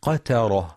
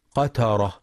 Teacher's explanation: ينتبه لترقيق تاء قترة فلا يقرأ قترة بتفخيم التاء · Shown in: first take · فتقترب من الطائف اللفظ.